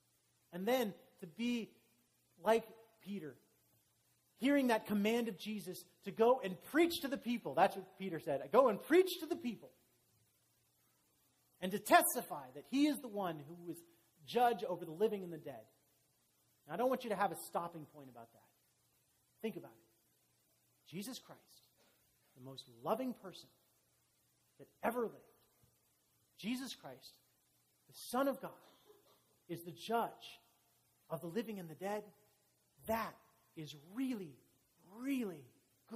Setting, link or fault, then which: setting, large echoing room